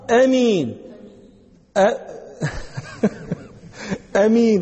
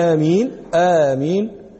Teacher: فالمقصود عندهم بالقصر همزة القطع بدون مد أصلا أمين، وبالمد آمين · Term: لغة القصر